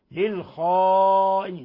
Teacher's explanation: للخائنين مد متصل لاتصال الهمزة بحرف المد في نفس الكلمة، ولاحظوا تفخيم الخاء وتبع ذلك ويتبع ذلك تفخيم الألف. للخائنين، ولا نقول للخائنين وإنما للخائنين، لأن الخاء من حروف الاستعلاء، من حروف خص ضغط القض السبعة المفخمة.